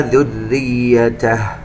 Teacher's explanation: نركز على الراء المشددة المكسورة كي تخرج مرققة